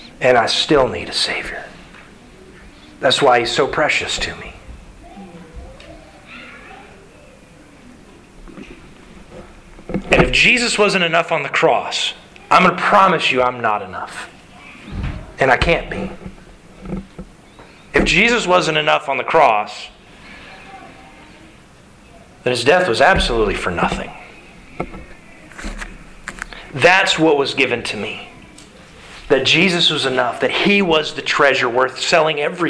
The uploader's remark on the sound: Sermon delivered to the Galena Bible Church